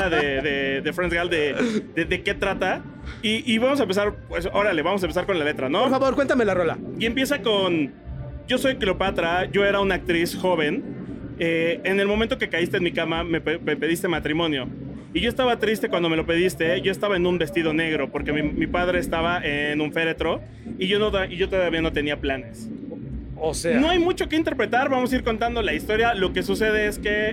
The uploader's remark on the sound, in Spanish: Traemos otro episodio grabado directo desde el Corona Capital y con otra de las bandas que se presentó ese día.